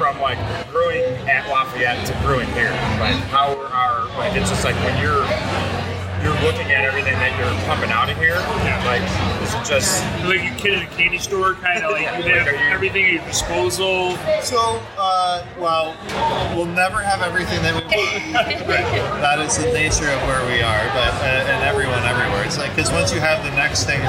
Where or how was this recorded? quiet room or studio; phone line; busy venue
busy venue